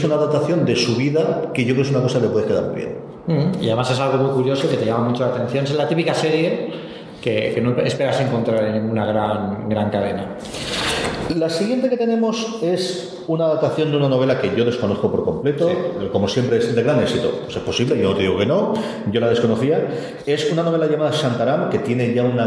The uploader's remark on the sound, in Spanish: Una Cosa Más UCM en Directo. En un programa especial en directo en el Aula de Ámbito Cultural de EL Corte Inglés de Elche, dentro de la programación de la 41ª Edición del Festival Internacional de Cine de Elche.